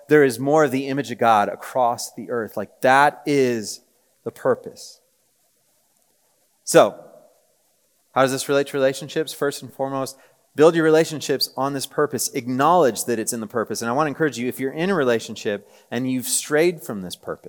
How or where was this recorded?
live audience